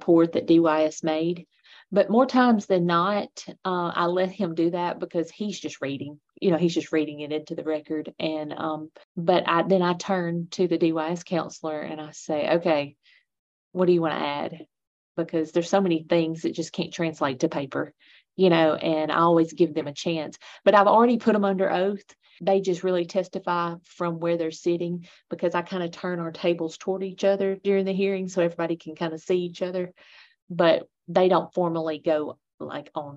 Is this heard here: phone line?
no